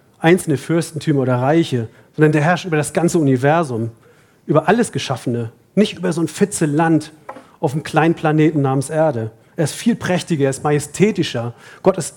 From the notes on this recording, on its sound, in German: Vortrag vom Männerbrunch. Nach einem reichhaltigen Brunch vom Buffet hält ein Referent einen Vortrag zu einem biblischen Thema und es gibt Zeit für den persönlichen Austausch.